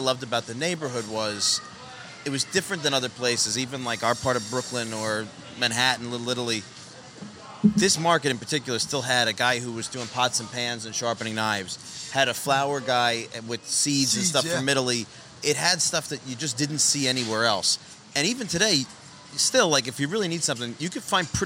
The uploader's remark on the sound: Filmed live at Mike's Deli on Arthur Avenue